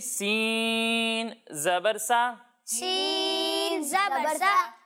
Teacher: جب ہم سین کی ادائیگی کریں گے تو اس میں سیٹی کی آواز آئے گی